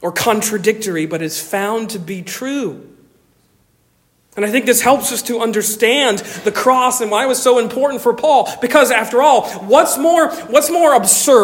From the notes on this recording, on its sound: Originally delivered on 28 January 2024 at Stonington Baptist Church, Paxinos, PA. Originally delivered on 28 January 2024 at Stonington Baptist Church, Paxinos, PA.